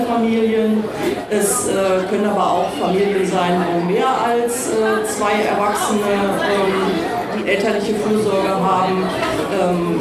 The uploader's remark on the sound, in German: Live auf der Bühne